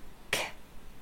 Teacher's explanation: a closure right here at the back of your throat, and then you suddenly release it and we can hear the sound. · Term: velar sounds